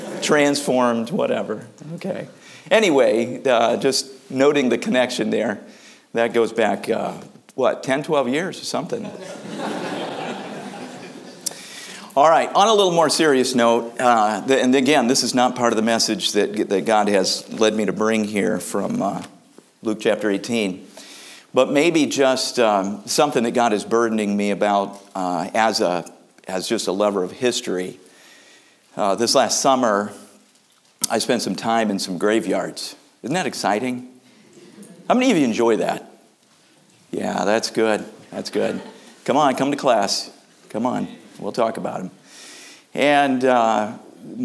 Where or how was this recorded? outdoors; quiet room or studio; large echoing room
large echoing room